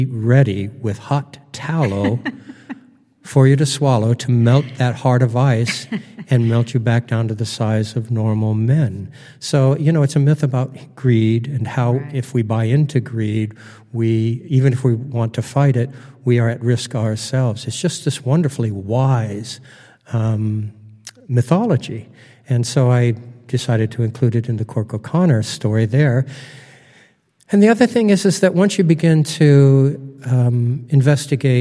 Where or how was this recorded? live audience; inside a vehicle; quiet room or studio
live audience